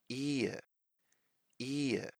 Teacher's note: And that would be that short vowel, e, e. But then you link that short vowel sound with the schwa and you make ear, ear, right?